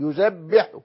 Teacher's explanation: الحرف المشدد حرفان، ساكن فمتحرك، يعني الباء هنا ليست باء واحدة ولكن باء ساكنة يليها باء متحركة · Term: التشديد